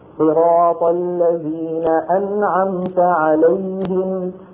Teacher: أنعم فيه مط قليل جدا · Term: الحرف البيني